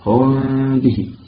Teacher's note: هذا اخفاء شفوي، نخفي الميم الساكنه مع الغنه بمقدار حركتين عند الباء. هم به كما قلنا ايضا لمس خفيف فقط.